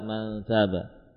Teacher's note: gunnah walaupun sempurna ukurannya panjang namun tidak utuh pada hidung, ya, tidak utuh pada hidung.